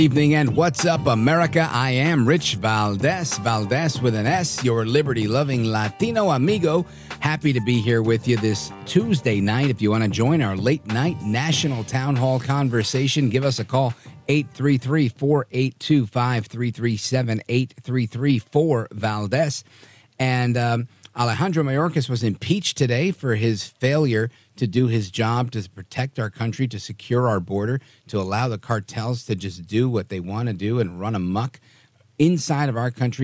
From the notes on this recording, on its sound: we take your calls in open phones across America